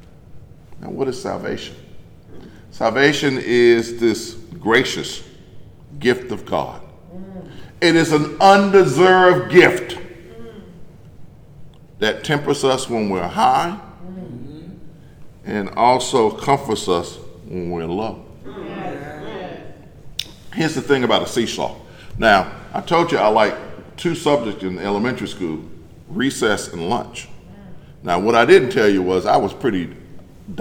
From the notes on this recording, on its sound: In a sermon recorded live at Greater Bethel in Athens